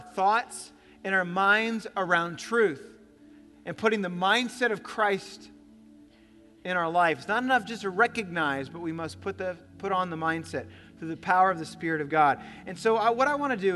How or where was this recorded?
large echoing room